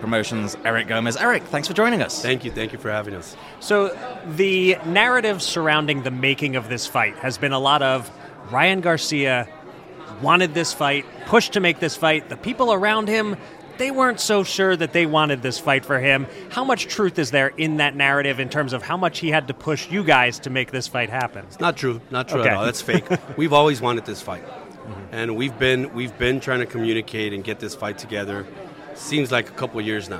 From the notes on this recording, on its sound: Live from Las Vegas.